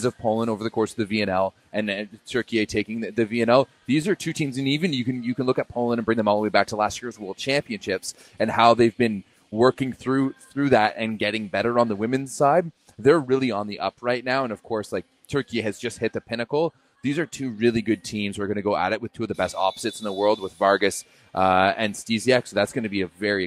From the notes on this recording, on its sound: LIVE FROM QUEBEC CITY. Joins us live from the Women's NORCECA Championship in Quebec City.